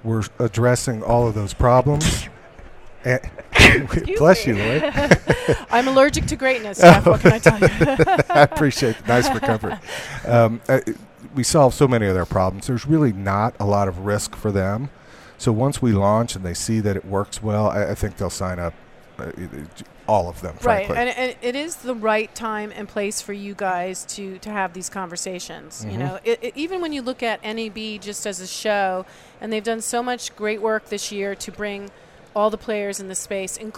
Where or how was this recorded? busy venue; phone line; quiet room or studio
busy venue